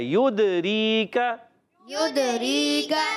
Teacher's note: تو یہاں پر بھی یا کو دال سے ملانا ہے اور دال کو ہلانا ہے. دا، یا کو دال سے ملانا ہے اور دال کو ہلانا ہے، قلقلہ کرنا ہے